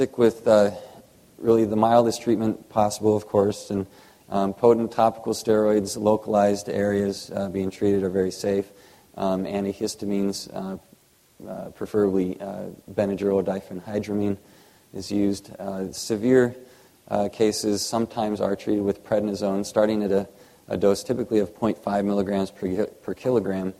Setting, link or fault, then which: setting, live audience